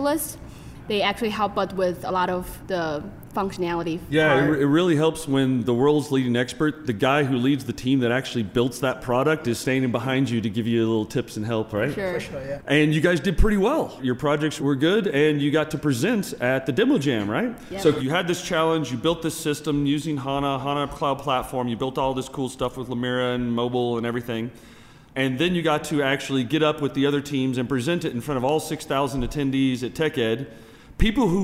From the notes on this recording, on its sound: Recorded live at SAP TechEd 2016 in Las Vegas.